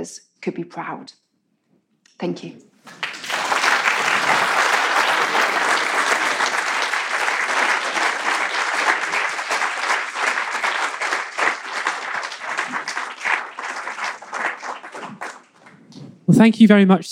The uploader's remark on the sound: In a talk that she delivered at our 2019 BBC History Magazine History Weekend in Winchester.